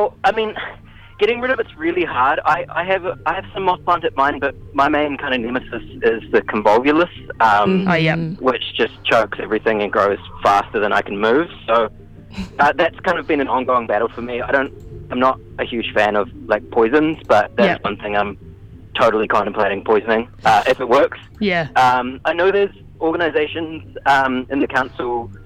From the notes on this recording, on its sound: phones up to chat